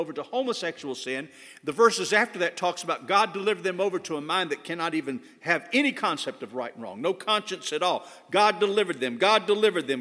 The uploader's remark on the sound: At First Baptist Church Hendersonville, NC.